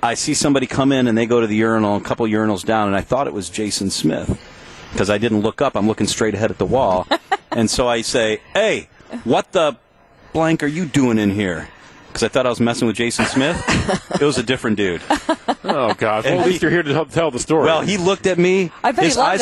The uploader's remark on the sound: Live From MECCA Sports Bar & Grill